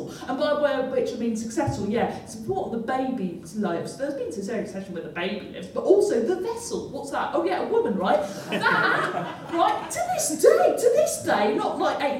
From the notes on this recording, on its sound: Recorded in the Three Guineas at Reading Station, as part of The Reading Fringe Festival. NB Due to a technical hiccup the recording ends a couple of minutes before the actual show did.